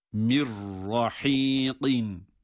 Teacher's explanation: Ra şeddeli gibi okunur.